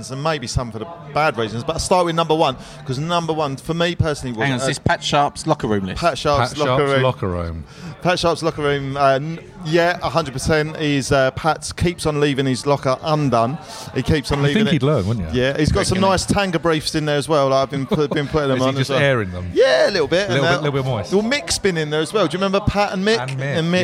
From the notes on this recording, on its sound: Live at the Crafty Casks. At a local micropub (the Crafty Casks) for part 1 of a live recording. They brought some friends along for the ride!